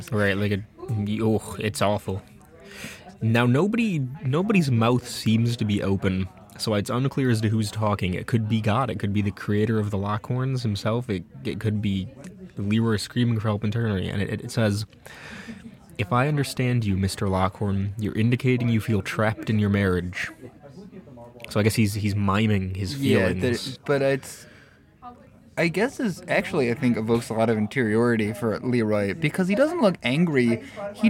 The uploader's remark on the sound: as we record from our favorite jazz club Will's